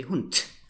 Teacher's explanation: So you spell it with a D, but you speak it with a T. You automatically change this voiced D to an unvoiced T. · Term: final devoicing